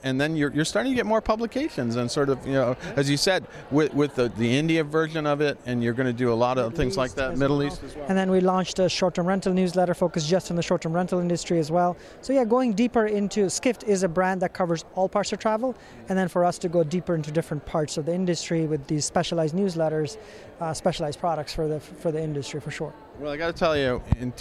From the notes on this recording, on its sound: at New York’s Jacob Javits Center